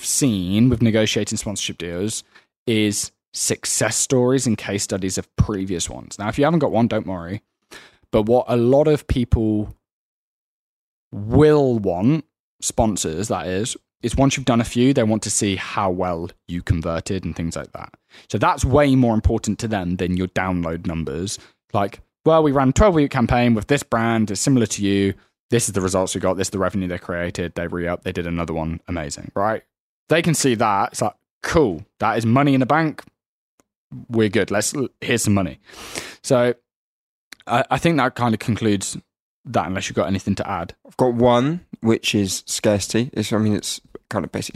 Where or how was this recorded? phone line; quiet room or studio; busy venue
quiet room or studio